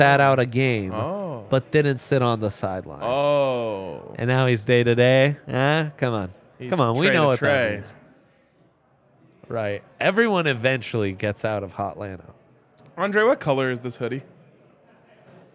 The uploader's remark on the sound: LIVE from the DNVR Bar